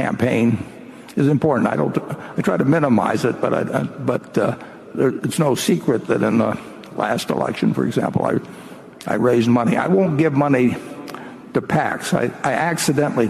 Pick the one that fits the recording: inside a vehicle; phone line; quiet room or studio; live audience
live audience